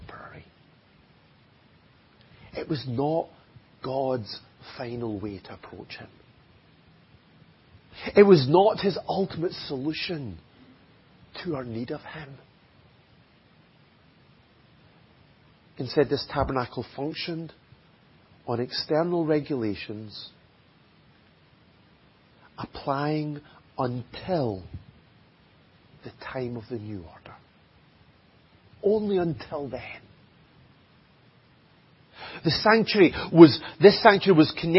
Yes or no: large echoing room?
yes